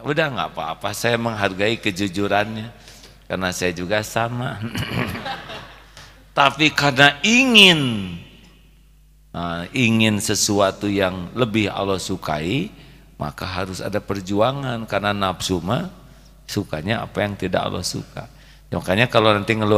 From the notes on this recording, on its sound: LIVE dari Masjid Daarut Tauhiid Bandung